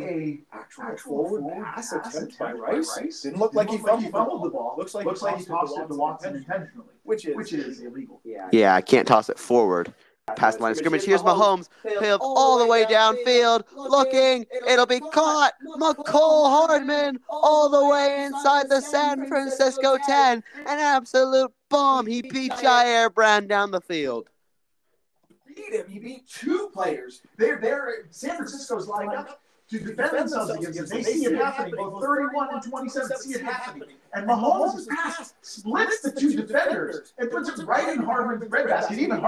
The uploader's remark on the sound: It’s a bit echoey.